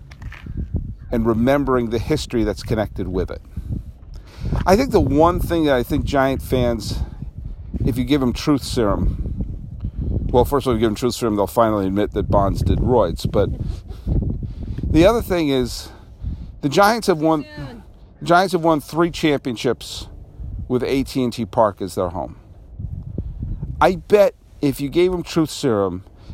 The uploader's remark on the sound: I recorded my first podcast of 2019 looking over the remains of Candlestick Park and contemplating timelessness.